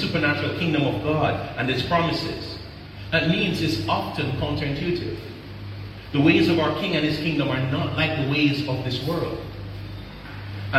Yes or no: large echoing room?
yes